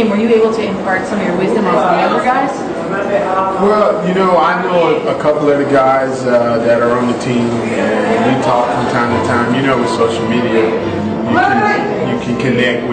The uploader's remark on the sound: Recorded at a Mint Pros, J.Irwin Productions Yankee Stadium suite event.